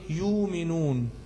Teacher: يبقى الهمزة ساكنة بتبدل من جنس حركة ما قبلها · Term: الهمز المتوسط